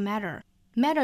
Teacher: 两个 t 的发音是要发成一个 flap t,舌尖呢在硬腭的部分一弹而过